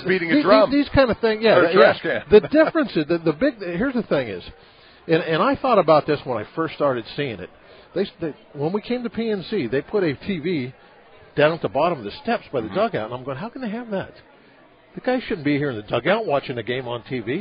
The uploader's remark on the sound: LIVE from PiratesFest Saturday morning at PNC Park